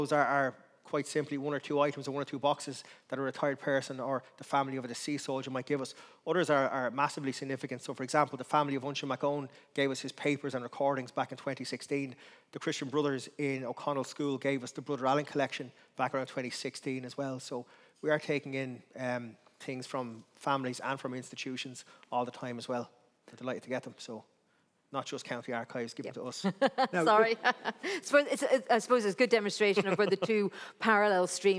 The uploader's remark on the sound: Recorded in the RDS Library as part of The Dublin Book Festival 2022